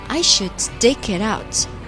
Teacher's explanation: itout。这个 should 怎么发？啊，中间的元音是个短呜，然后再加一个嗯的卷舌。Should，should，should I should stick itout。那么我们可以看到这个 should 和后面的 s，呃，stick 的 s，啊，我们可以把它，啊，放在一起，那么就可以把这个小弟给吃掉啊。那么把地的位置空出来。I should stick it out. Stick 那个 T，我们并不发它本身的 T 的音。我们不发 stick，啊，我们要把它发成一个类似 D 的音。同理的还有这个 standstudent，那个 T 我们都会把它浊化啊。Stick itout，stick 和 it 做连读。Stickit，stickit，那么 it 的 T 和 out 的 out 做连读。所以整个啊，stick it out 就会变成 stick itout。I think I should